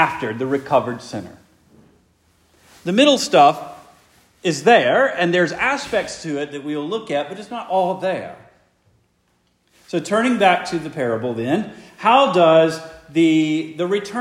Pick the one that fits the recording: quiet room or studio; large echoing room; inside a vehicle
large echoing room